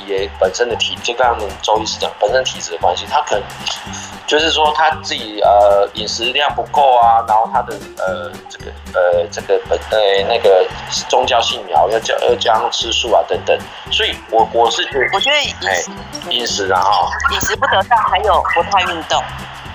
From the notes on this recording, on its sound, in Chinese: 本集節目為Clubhouse側錄，音質較差，還請見諒。